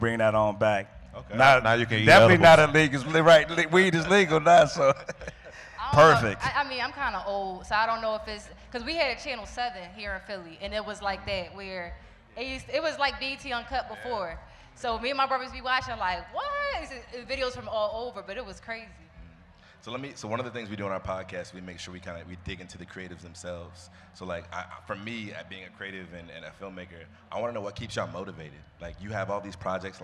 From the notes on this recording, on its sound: We brought some of the biggest disruptors in film to the stage for our Roots Picnic live podcast set.